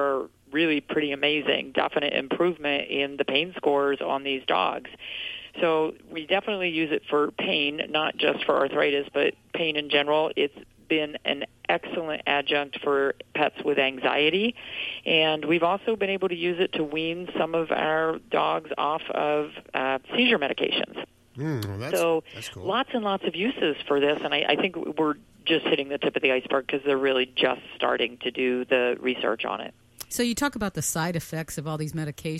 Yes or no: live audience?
no